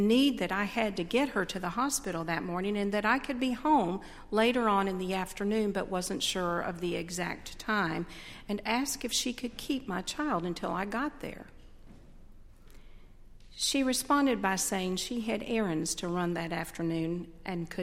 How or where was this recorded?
large echoing room